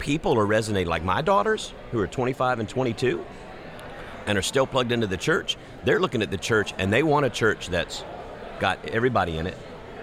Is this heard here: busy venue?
yes